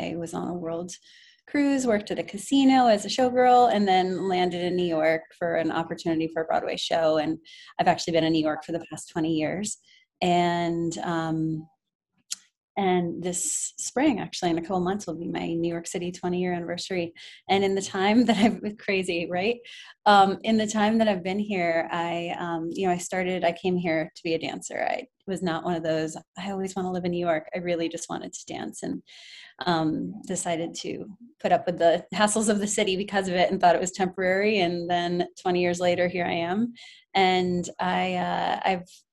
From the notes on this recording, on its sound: We recorded this podcast over zoom a few months ago.